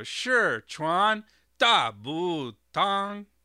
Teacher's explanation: So that's second tone, fourth tone, third tone, first tone.